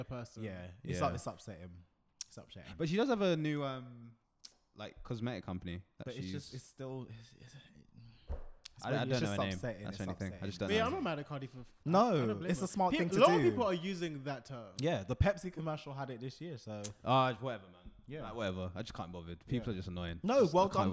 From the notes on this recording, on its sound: If you notice a change in the sound quality or volume of today’s episode, it is an error on our part that we only realised hours after uploading to all platforms.